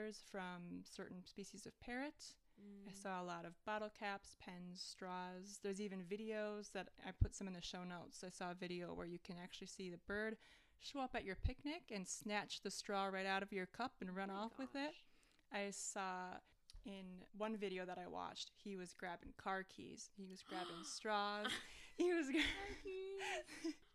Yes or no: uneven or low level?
yes